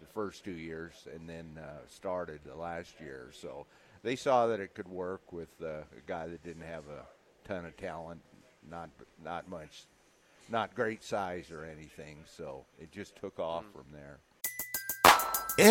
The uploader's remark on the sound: LIVE at Wingstop